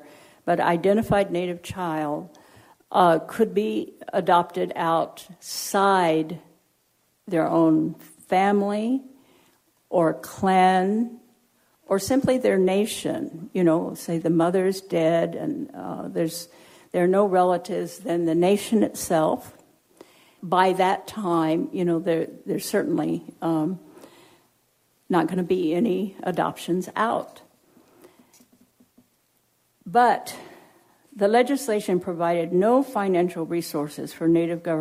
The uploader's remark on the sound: Recorded at Simon Fraser University.